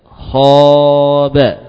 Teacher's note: kho-nya tebal, fathahnya tebal, lalu apanya? Alifnya juga semakin menambah ya, tebalnya huruf kho tadi.